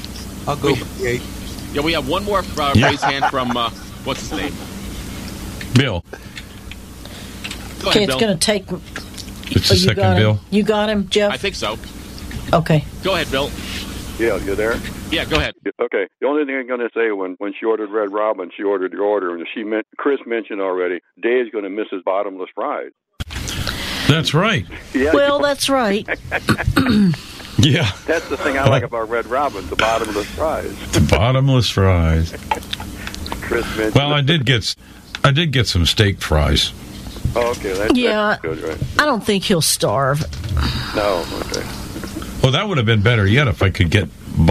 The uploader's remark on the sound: The coffee club where we have live conversations and take your calls.